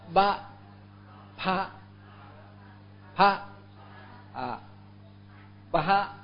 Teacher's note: Cái chữ này á là đọc là ba ba ba ba, ba âm bờ đó, âm bờ âm môi á